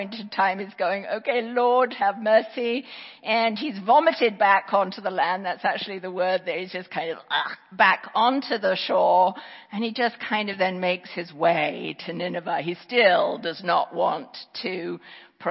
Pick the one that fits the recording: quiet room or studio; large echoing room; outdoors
large echoing room